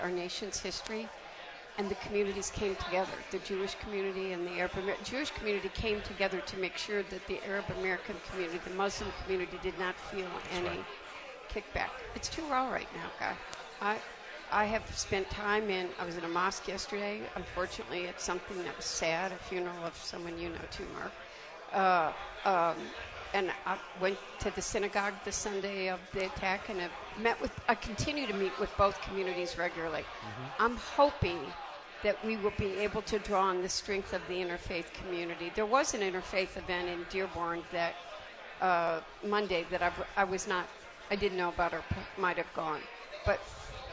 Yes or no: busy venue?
yes